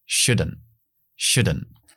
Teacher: Muy importante, corto, la L no se pronuncia